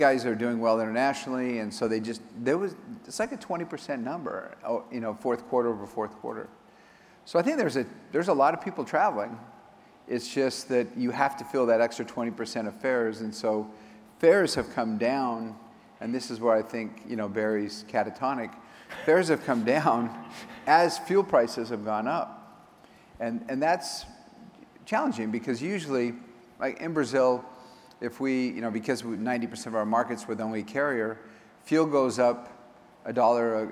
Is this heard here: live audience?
yes